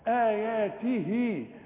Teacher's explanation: بعض آياته تمد الهاء ده عندك شرطة عريضة زي البطة بعد الهاء علشان تمد الهاء